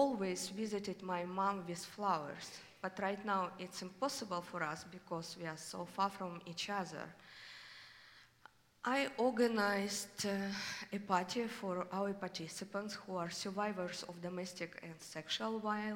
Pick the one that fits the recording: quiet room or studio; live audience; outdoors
live audience